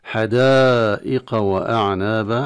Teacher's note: حدائق مد متصل واجب، وهذا المد يعني واجب مد هذا المد بأكثر من المد الطبيعي عند جميع القراء، ويمد حفص بمقدار 5 حركات أو 4 حركات أو ما يسمى بالتوسط قولا واحدا.